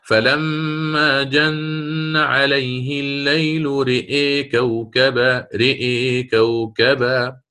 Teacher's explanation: إذا اتصلت بضمير أو تحرك الحرف الذي يليها قللنا الألف والفتحة الهمزة وفتحة الراء كلها، الثلاثة تقلل